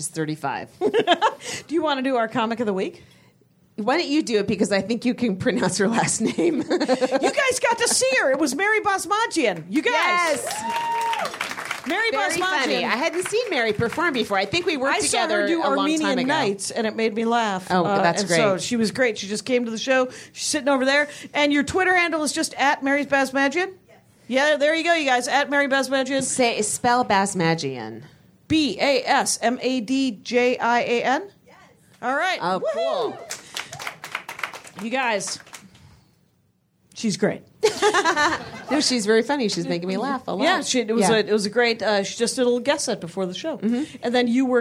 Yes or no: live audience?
yes